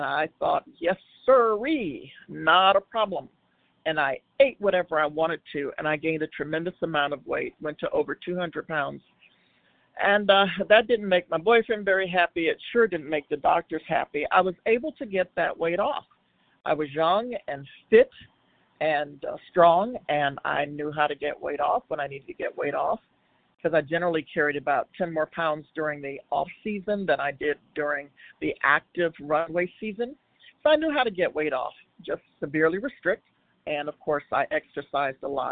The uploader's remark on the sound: from the 100 Pounders Phone Meeting, 8/5/23